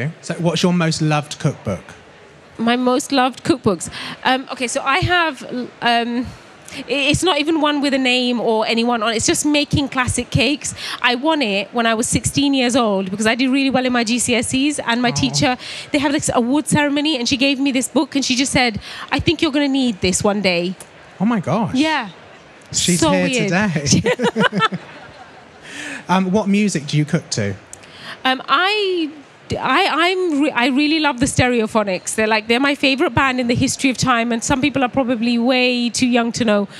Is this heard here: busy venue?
yes